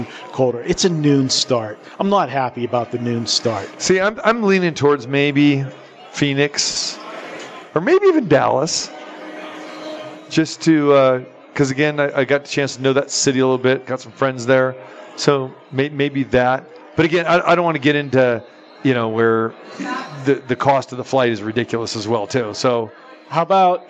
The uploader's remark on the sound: Live from the Super Book at Westgate Las Vegas